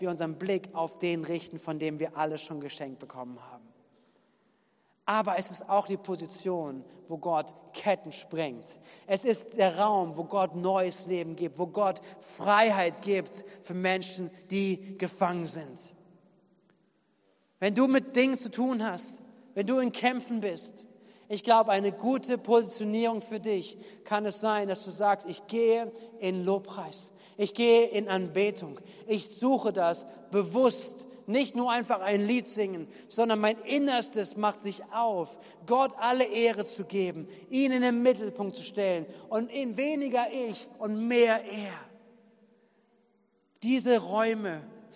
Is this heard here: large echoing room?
yes